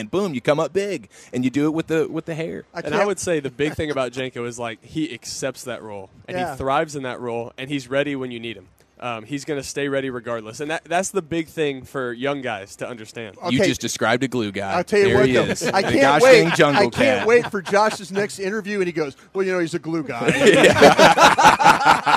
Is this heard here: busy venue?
yes